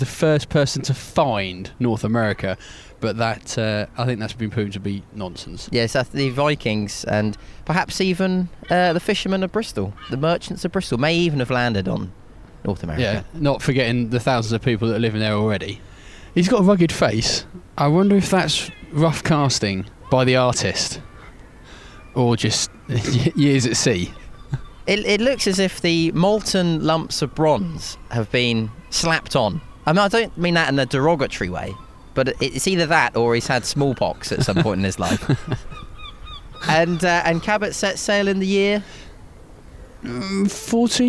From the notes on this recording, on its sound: an entertaining walk as they discover the sights and sounds of Bristol